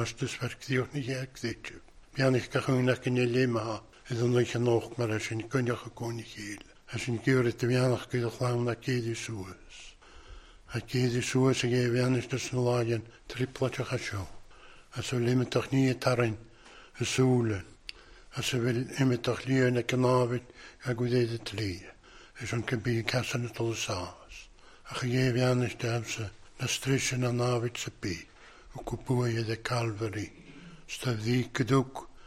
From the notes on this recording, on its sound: recorded at North Harris Free Church on Sunday 23rd January 2022.